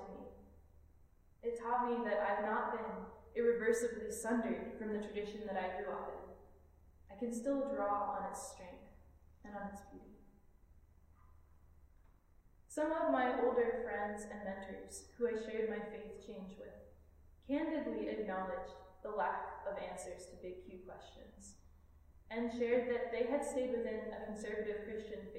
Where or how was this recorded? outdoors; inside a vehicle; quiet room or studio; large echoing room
large echoing room